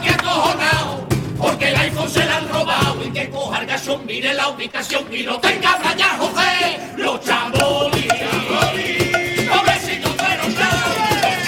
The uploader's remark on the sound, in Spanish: En directo desde el Gran Teatro Falla de Cádiz. En Onda Cero Cádiz.